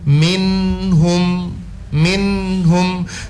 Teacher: jadi min itu jelas nunnya kedengaran tapi tidak berhenti. Minhum minhum, tapi tidak ditahan lama juga. · Term: idhar